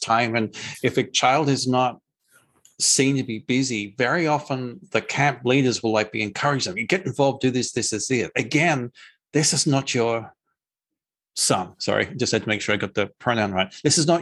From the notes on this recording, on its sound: this was initially recorded as a video webinar